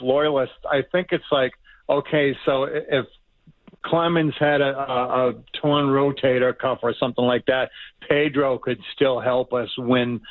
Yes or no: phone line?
yes